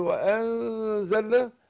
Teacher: لكن في حالة الإخفاء نقول وأنزلنا، اللسان ملوش عمل. ليه؟ لأن النون بتخرج من الخيشوم